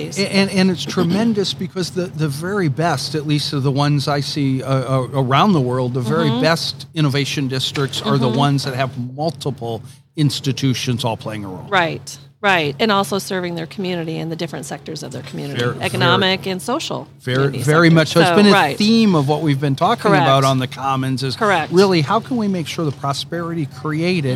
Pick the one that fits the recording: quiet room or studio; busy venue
busy venue